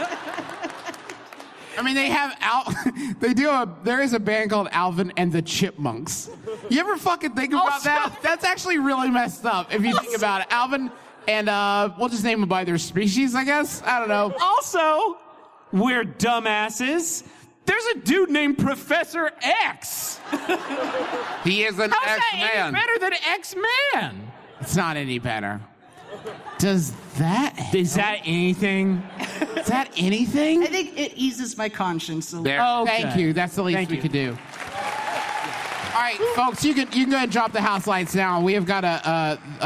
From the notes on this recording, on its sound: this one's actually from our performance at PodCon 2017 in beautiful, foggy Seattle!